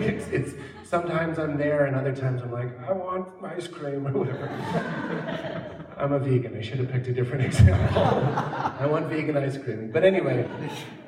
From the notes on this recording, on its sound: live on stage for conversation